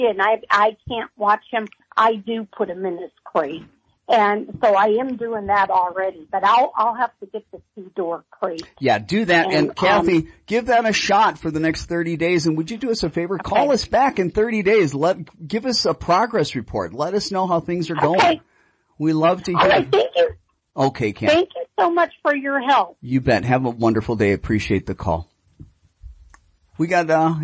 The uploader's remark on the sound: Listener Q & A from live callers and FaceBook Live.